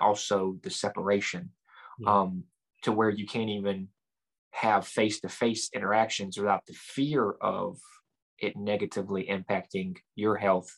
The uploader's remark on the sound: Recorded 12.22.2021 from Raleigh, NC & Lumberton, NC on Zoom